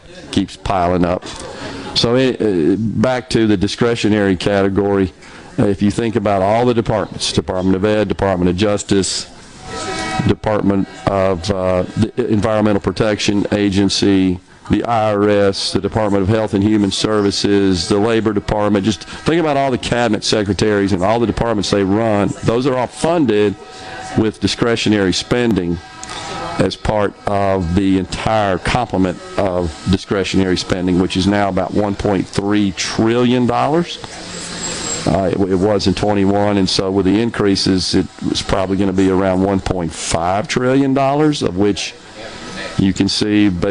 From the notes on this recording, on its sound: LIVE from Stone's Jewelry in Tupelo collecting blankets and monetary donations to benefit Sanctuary Hospice.